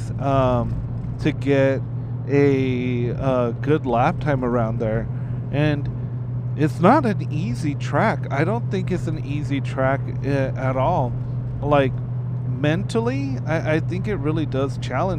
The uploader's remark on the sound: On my drive back from the Laguna Seca festival, I shoved a mic on my harness and was able to make a podcast. Sorry about the ambient noise.